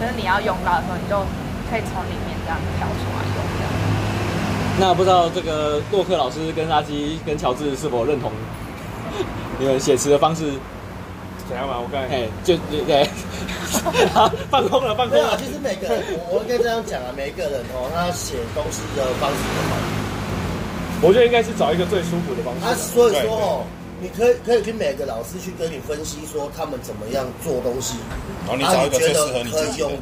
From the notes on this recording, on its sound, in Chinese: 錄音地點：台南 牽咖啡